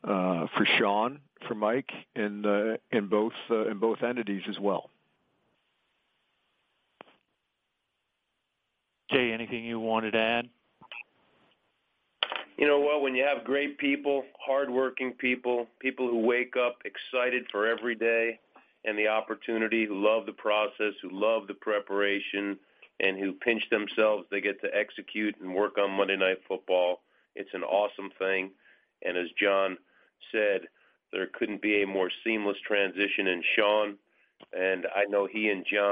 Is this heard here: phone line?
yes